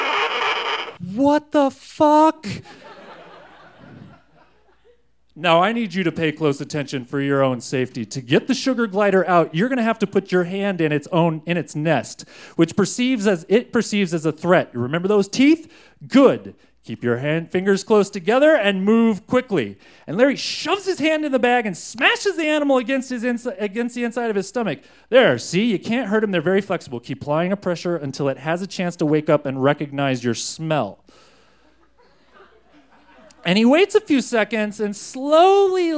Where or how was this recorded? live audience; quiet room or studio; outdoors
live audience